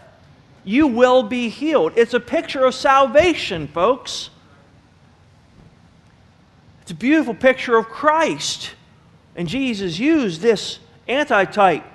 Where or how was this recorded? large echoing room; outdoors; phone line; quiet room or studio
large echoing room